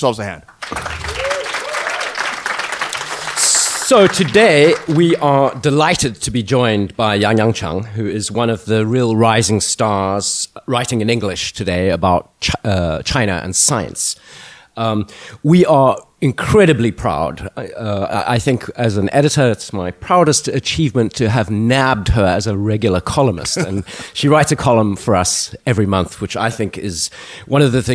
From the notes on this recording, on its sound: Live at NEXT China. In a show taped in front of a live audience at SupChina’s NEXT China conference.